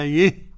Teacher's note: الإمالة قولا واحدا للكسائي